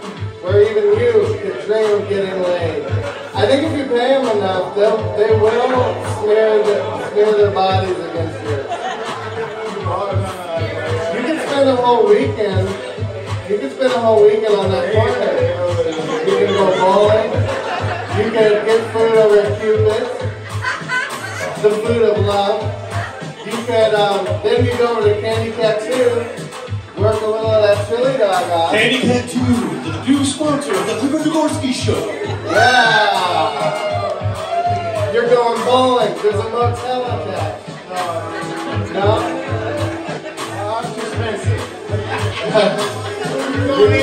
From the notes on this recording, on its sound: Live from the Scotland Yard pub!!! I go to the bar that fueled my 20 year relationship with alcohol and did my podcast in front of an unsuspecting crowd on a Saturday night.